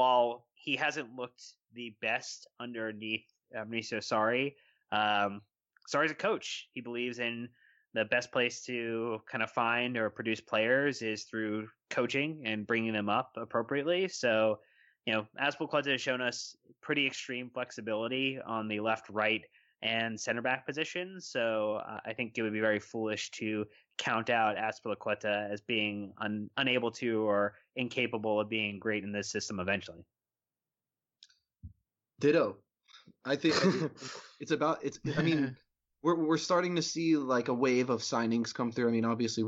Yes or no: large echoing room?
no